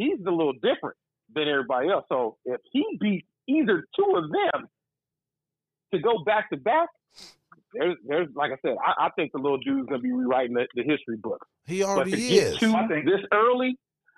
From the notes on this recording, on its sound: called into the show for this episode.